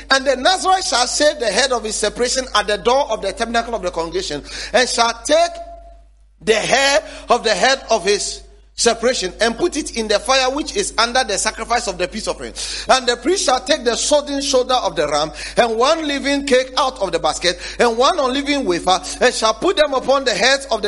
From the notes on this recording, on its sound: Sermon series preached at The Faithlife Church, Ghana-Tema Community 3 Site A.